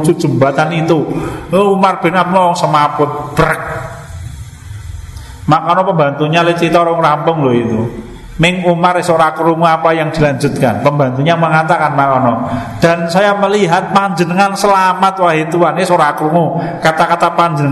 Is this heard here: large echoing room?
yes